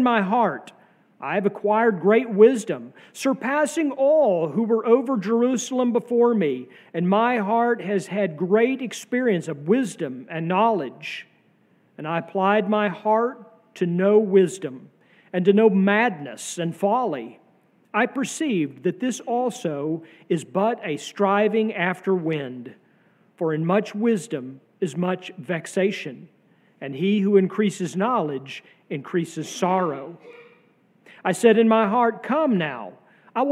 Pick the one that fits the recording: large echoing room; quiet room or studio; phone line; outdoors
large echoing room